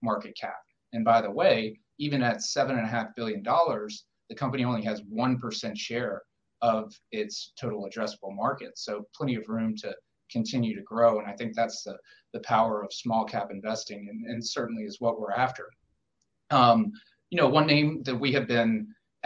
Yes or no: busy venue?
no